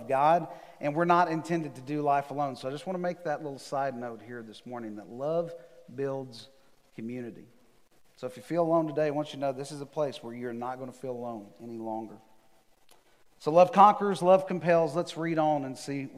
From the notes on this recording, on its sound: Recorded live on December 6, 2020 at The Fellowship at Mt Juliet.